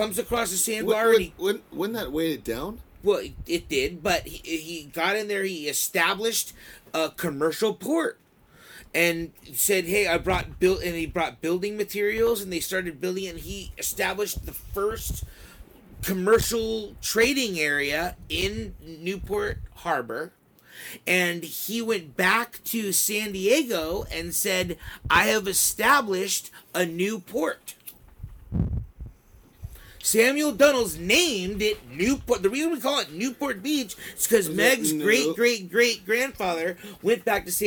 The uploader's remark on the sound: We took the boat to Catalina Island and recorded from sea.